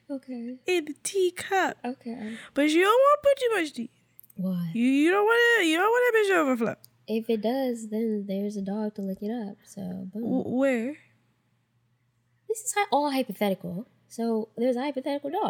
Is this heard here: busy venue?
no